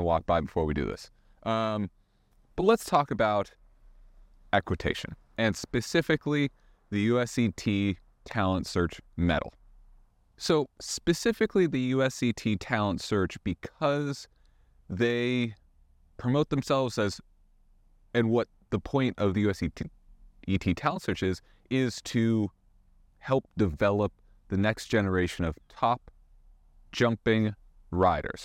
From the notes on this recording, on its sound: WALKING AND TALKING!